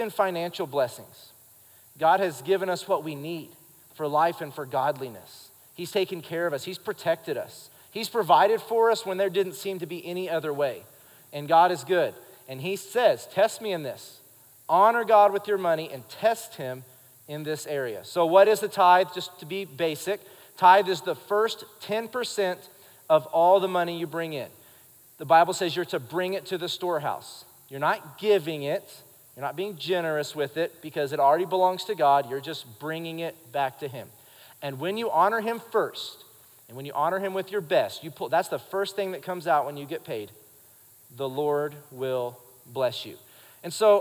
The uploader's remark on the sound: Recorded live during our Wednesday night service